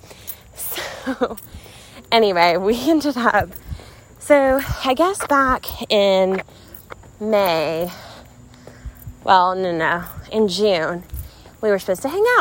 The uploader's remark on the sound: walking with you around her neighborhood so you hear her breathing heavily